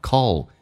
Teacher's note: 实际上那个 L 要发出来 call，舌尖要抬起来一点点